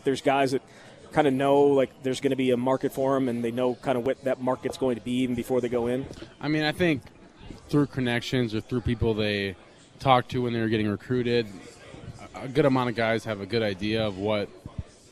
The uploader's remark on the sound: live from Monk's in Sun Prairie